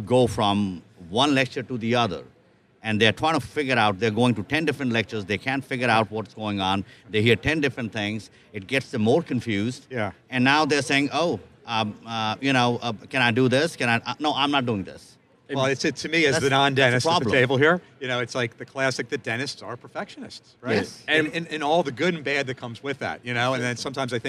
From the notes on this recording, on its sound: live from the Darby booth at the GNYDM 2019